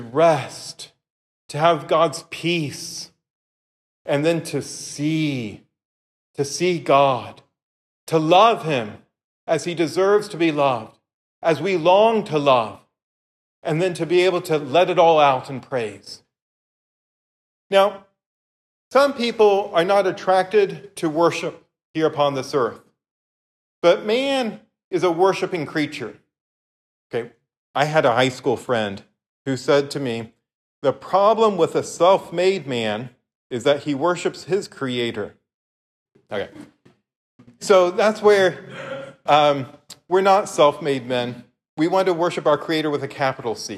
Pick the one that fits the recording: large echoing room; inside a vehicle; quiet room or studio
large echoing room